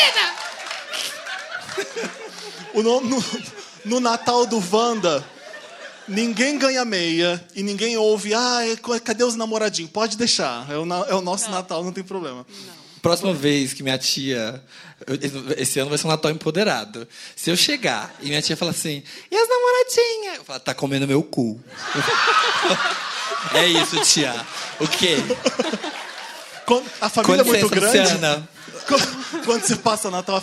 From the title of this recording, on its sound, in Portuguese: Especial de Natal ao Vivo